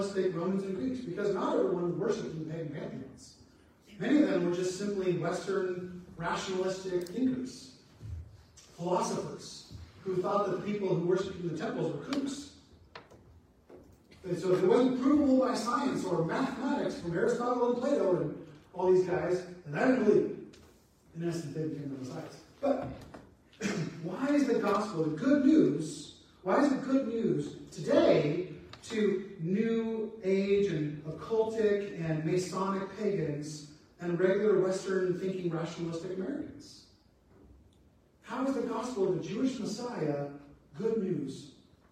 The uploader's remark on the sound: Apologies for the sound not working well.